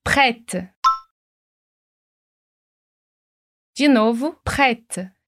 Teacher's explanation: Repara que esse T do final, ele é meio assopradinho